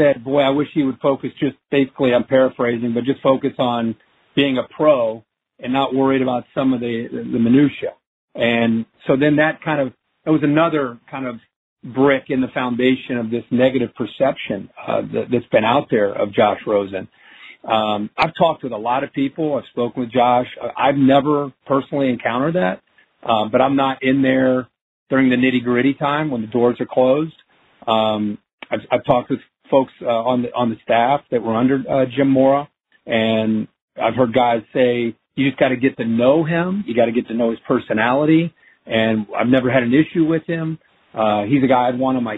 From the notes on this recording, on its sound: In this NFL Draft media conference call.